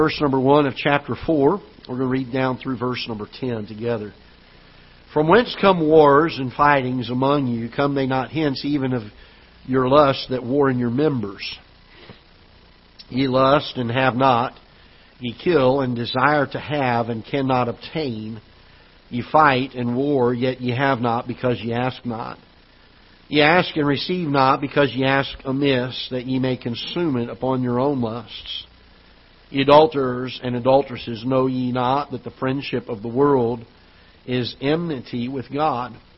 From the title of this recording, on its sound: Ketha Heights Baptist Church ~ Live Broadcast